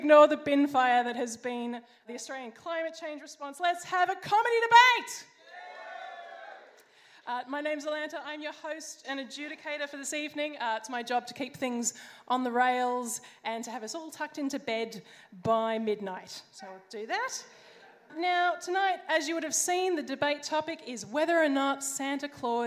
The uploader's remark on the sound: Recorded at Howler, December 12th. Sci Fight Science Comedy Debate is a bi-monthly science and comedy debate held at Howler Bar, Brunswick in Melbourne.